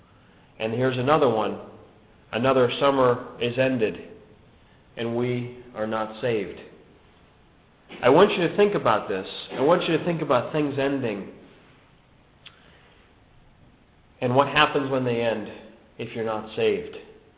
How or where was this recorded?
large echoing room